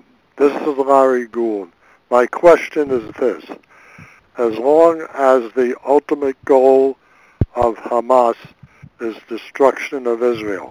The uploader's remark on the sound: in a conference call on June 28, 2018